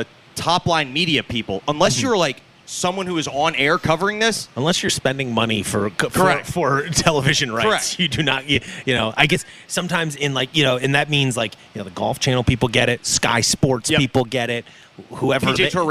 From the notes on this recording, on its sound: LIVE FROM THE FEDEX ST JUDE CHAMPIONSHIP AT TPC SOUTHWIND!